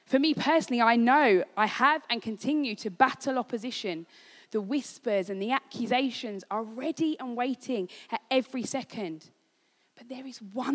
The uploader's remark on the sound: This was recorded at Skylark Church on 28th July 2019.